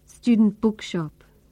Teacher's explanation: You can hardly hear the t sound in student. In fact, our tongue tip moves to the bony ridge behind our front teeth to make this sound. But we don't release the air trapped behind our tongue until we make the b sound. And that's why we can't hear the t sound very well.